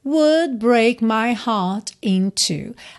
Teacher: Aqui poderia ser heart in two, juntando com rarara, mas ele dá uma pequena pausa aí nessa consoante oclusiva, no T de heart